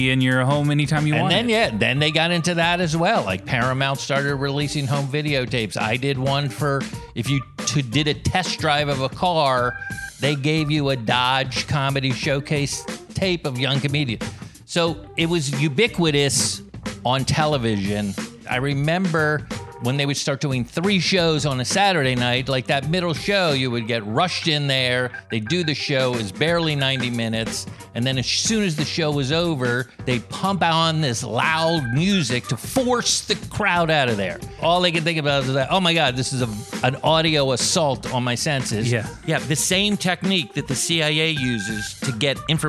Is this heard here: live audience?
no